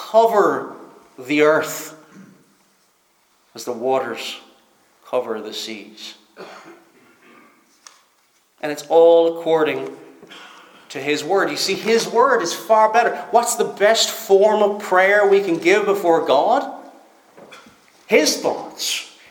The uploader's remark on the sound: Preached at Stornoway Free Church -Continuing